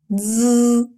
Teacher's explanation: он похож на русский «ц», но произносится звонче, что-то вроде сочетания «дз»